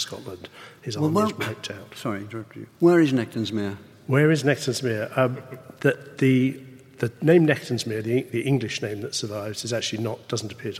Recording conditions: live audience